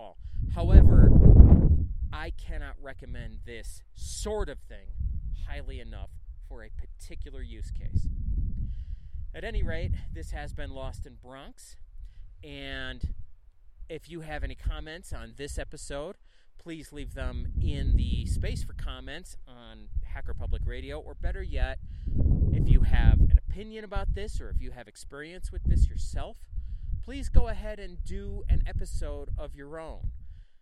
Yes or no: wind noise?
yes